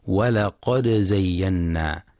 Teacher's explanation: ينتبه القارئ برواية حفص لإظهار الدال مع القلقلة في ولقد زينا، فلا يقرأ ولقد زينا بإدغام الدال في الزاي.